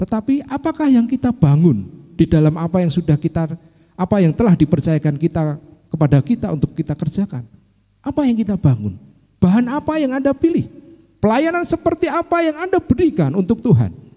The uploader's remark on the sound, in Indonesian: Kebaktian Sore, 24 SEPT 2023 (LIVE).